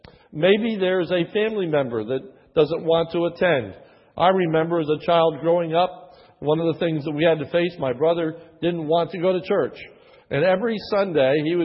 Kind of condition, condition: setting, large echoing room